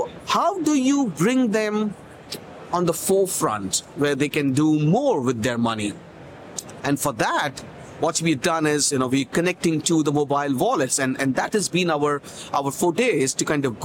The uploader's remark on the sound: LIVE FROM MONEY 20/20 EUROPE